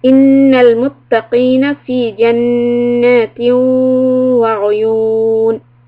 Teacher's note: Always on Noon Shadda we hold two harakat and idgham with gunna on the waw we are going to hold it as well.